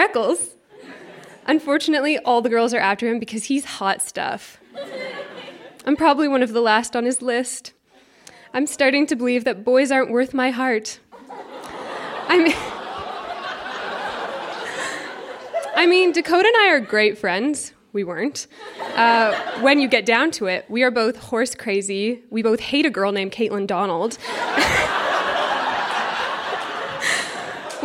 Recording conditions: live audience